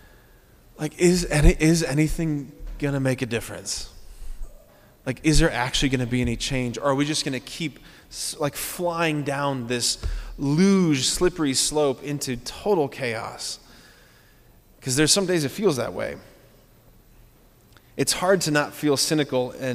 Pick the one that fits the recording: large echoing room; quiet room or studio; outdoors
large echoing room